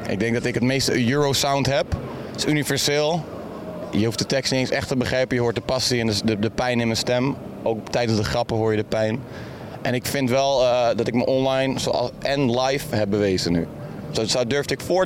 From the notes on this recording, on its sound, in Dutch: Live vanuit de artist village op Lowlands is dit de vrijdagaflevering van LLowcast.